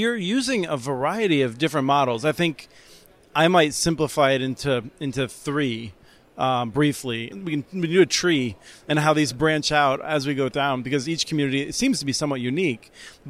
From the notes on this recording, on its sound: at the 2019 Broadband Communities Summit in Austin, he recorded a series of interviews for the podcast